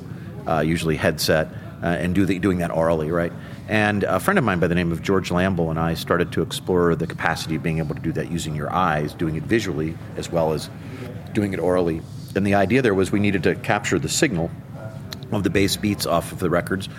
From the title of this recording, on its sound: LIVE FROM MONEY 20/20